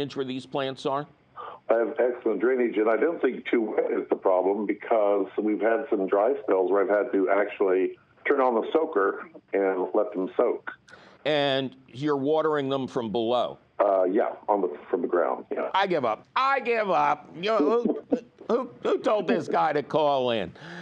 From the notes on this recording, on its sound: your fabulous phone calls!